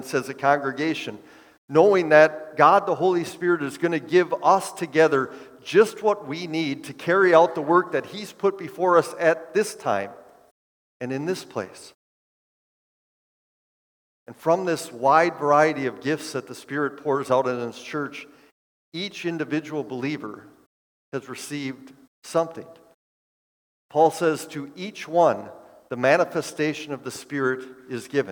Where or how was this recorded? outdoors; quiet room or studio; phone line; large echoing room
large echoing room